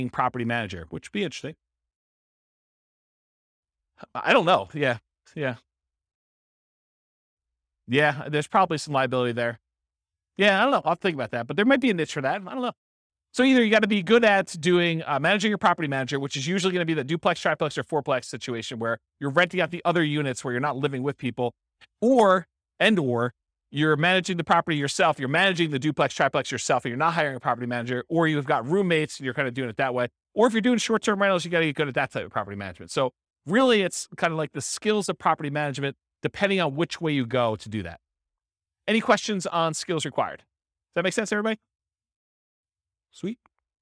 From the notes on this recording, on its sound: This was a live class recorded.